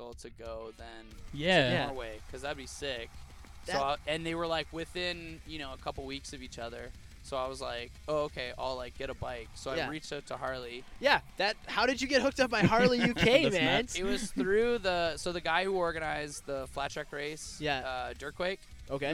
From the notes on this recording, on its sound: Live From A Truck In A Alley.